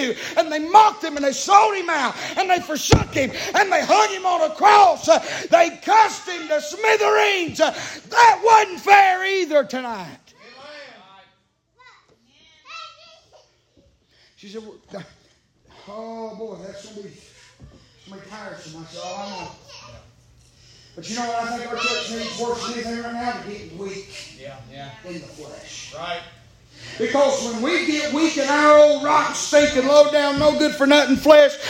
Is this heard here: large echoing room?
yes